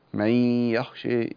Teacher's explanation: من يخشى يعني غنى في الإدغام هنا